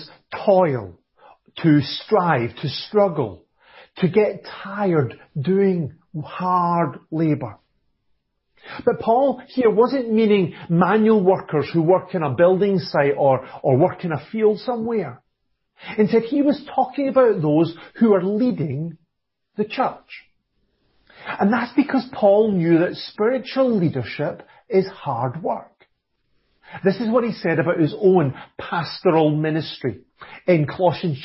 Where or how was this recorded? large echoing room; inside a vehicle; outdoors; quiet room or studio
large echoing room